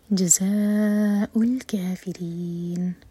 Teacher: را کے نیچے کسرا ہے تو را باریک ہوگا. جزاء الكافرین.